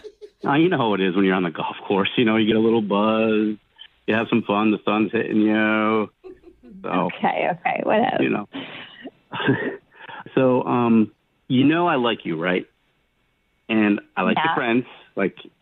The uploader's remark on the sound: One of our listeners was too embarrassed to say what he really does for work and now his LIE is why he needs our help with an Awkward Tuesday Phone Call!